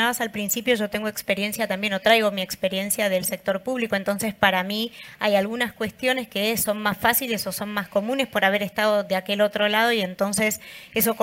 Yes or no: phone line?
no